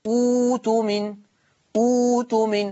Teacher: أما عند البدء بها فتبدل الهمزة الساكنة واو